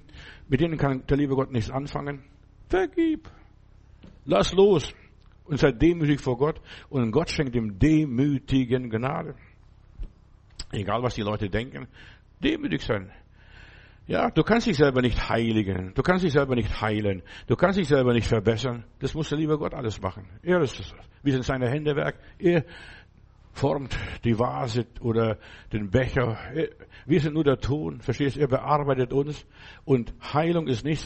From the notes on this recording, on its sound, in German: im Gemeinde-Zentrum in Berlin aufgenommen